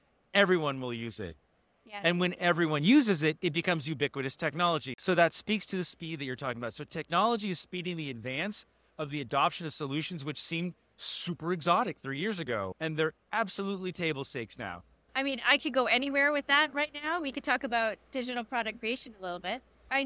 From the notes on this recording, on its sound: live on the show floor at The Lead Innovation Summit 2023